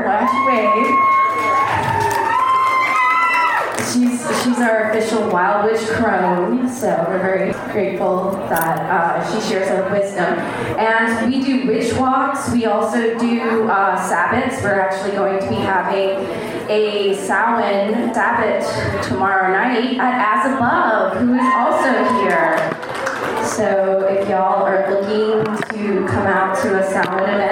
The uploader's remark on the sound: a recording from the Witches Faire and Gathering on Oct 30, 2021